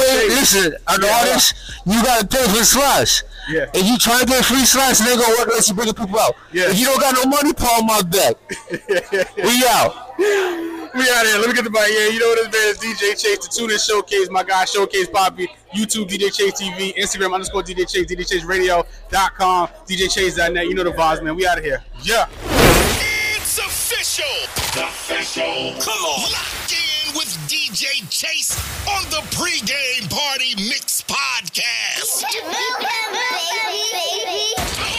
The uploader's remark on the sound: live at the Tunage Showcase